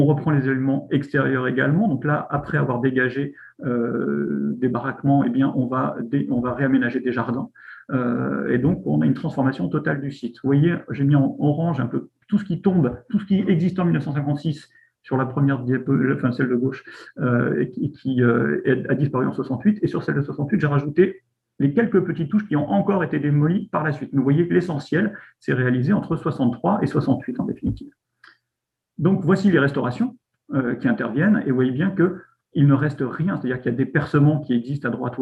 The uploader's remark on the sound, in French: Enregistré sur Zoom le 4 février 2021.